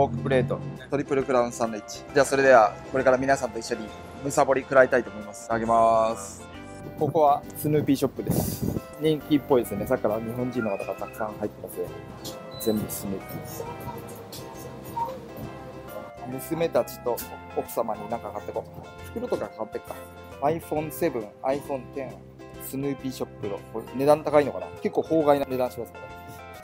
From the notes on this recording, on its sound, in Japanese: 実際のオアフ島縦断ドライブシーンも1時間を2分半に短縮して収録